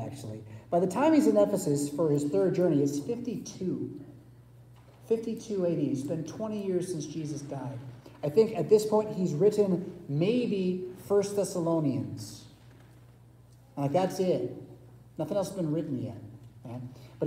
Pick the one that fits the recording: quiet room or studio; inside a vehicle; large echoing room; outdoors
large echoing room